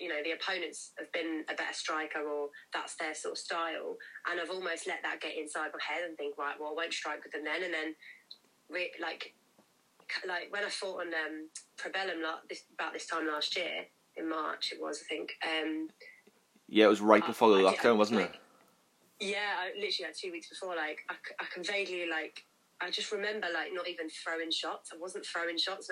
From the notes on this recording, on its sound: via phone call